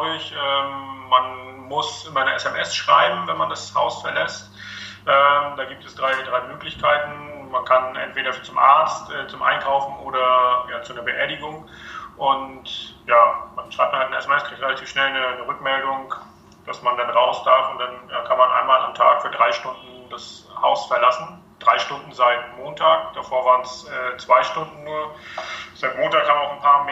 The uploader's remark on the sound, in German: Im Wellenrauschen Podcast, den ich via Skype führte.